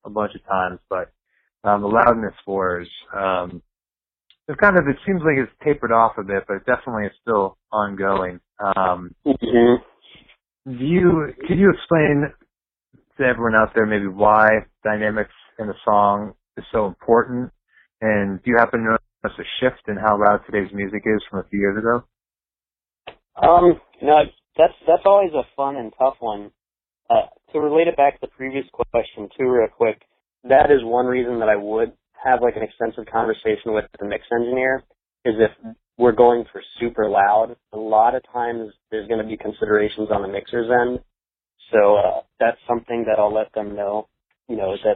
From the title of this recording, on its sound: Phone Interview